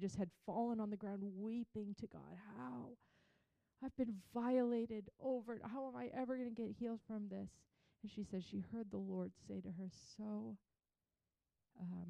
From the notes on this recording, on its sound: Recorded on March 26, 2023 at Crossing Life Church in Carmel, ME.